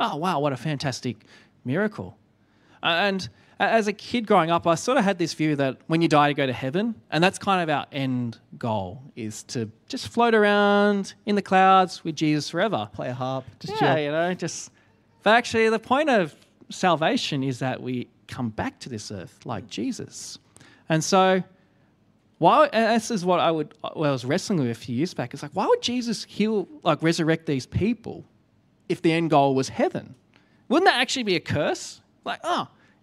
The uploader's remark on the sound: Enjoy the second of our two part live BANTER, recorded at the 10am Sunday Service.